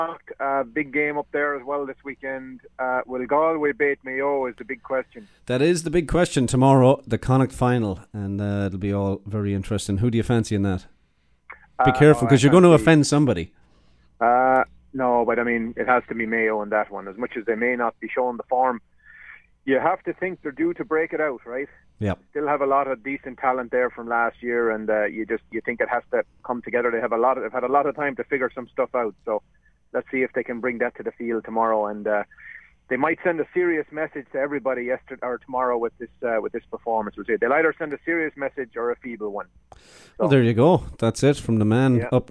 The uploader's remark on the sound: calls in from cottage country